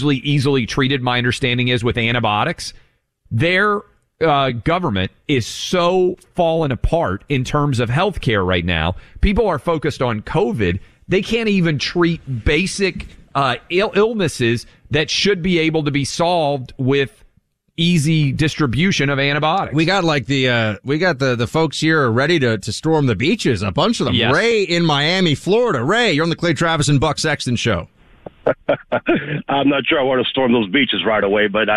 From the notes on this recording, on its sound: Phone lines were jammed with Cuban-Americans telling their dramatic personal stories.